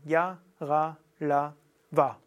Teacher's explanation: Ja ist hinten, Ra ist weiter vorne, La ist noch weiter vorne und Wa ganz vorne. · Term: Halbvokale